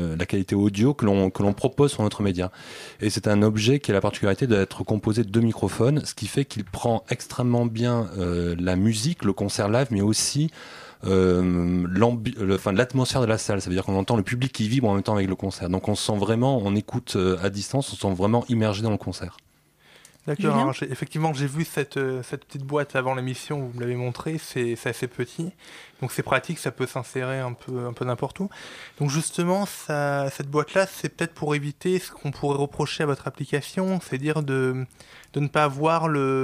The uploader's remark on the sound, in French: Nous recevons d’abord par téléphone.